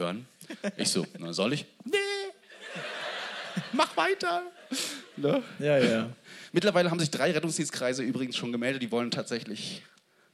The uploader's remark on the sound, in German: Live aus Hamburg